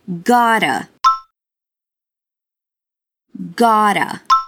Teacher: É a contração de got to. Mas a gente acaba juntando as duas palavrinhas e formando uma só, um som só.